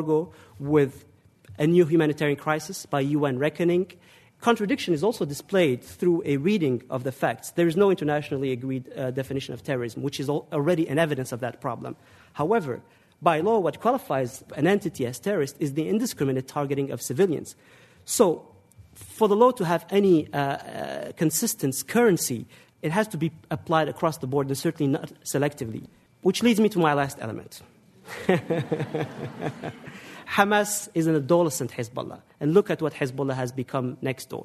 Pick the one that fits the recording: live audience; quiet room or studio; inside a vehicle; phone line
live audience